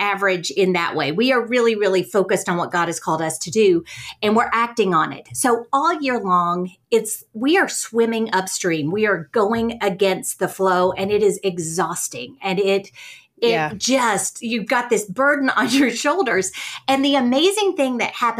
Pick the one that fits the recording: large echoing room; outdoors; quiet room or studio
quiet room or studio